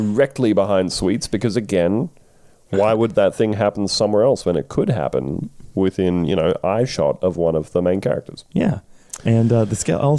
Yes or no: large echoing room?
no